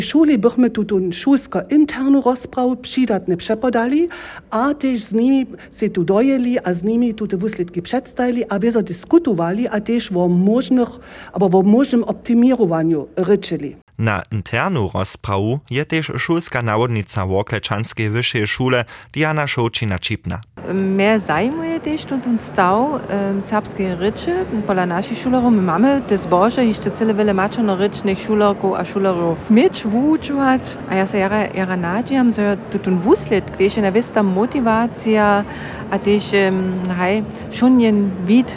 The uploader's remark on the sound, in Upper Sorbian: Smy dźensa live w Ralbicach pobyli, hdźež so nowa pěstowarnja twari!